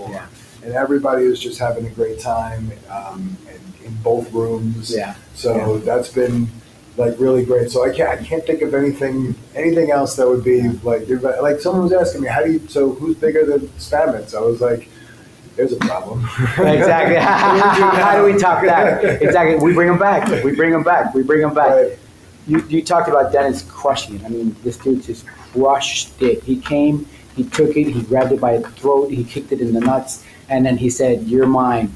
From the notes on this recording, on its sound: Live at Cannadelic Miami.